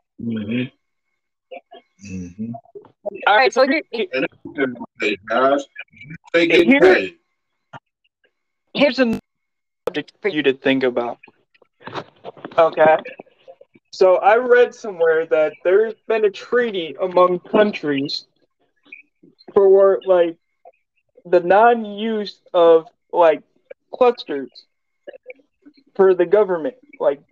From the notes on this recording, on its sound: THIS EPISODE IS EXPERIENCING TECHNICAL DIFFICULTIES. SORRY FOR THE AUDIO PROBLEM.